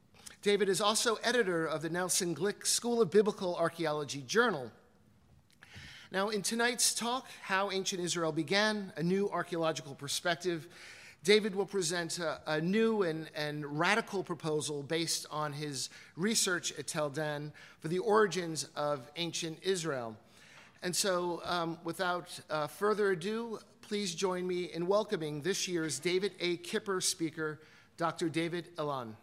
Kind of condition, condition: setting, live audience